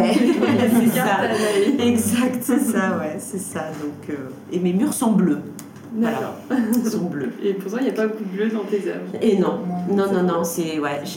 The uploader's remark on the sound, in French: Cet épisode a été enregistré en live lors de la table ronde que j'ai animé le 18 mars sur la dernière exposition organisée par le Cercle des Artistes : "Agora".